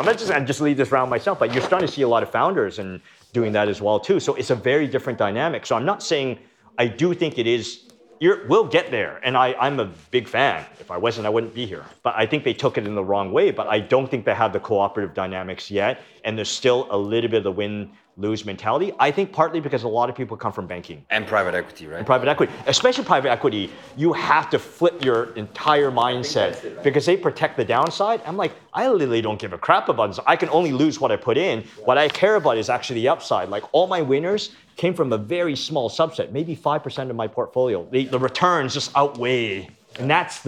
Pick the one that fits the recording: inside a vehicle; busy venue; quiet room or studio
busy venue